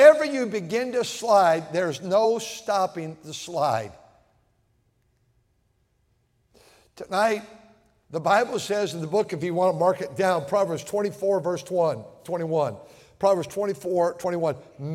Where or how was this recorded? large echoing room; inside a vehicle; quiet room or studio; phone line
large echoing room